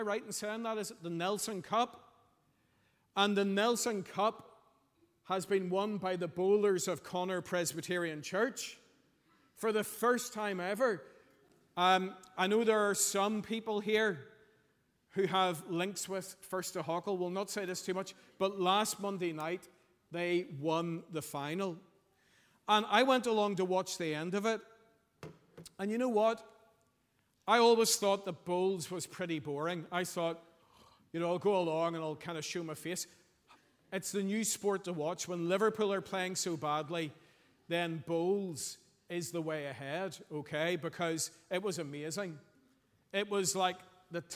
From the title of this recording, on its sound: Sunday 2nd April 2023 morning service